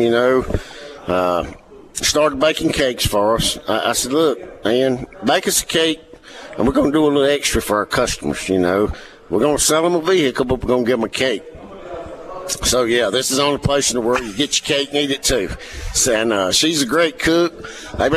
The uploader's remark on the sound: Broadcasting From Woolwine Ford Lincoln In Collins For The 2023 Okatoma Festival This Weekend